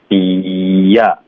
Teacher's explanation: be 跟 up 中间我们要连读，所以会有一个 y 的音 · Term: 添加音